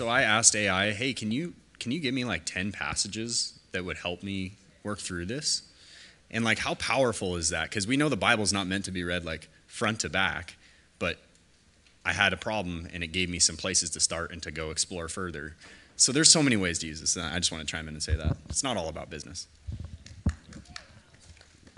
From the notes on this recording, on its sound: Full panel discussion from the KFAI 2023 event.